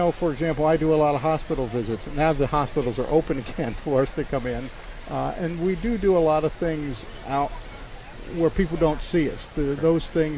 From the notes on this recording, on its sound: Live from the Iowa State Fair 2021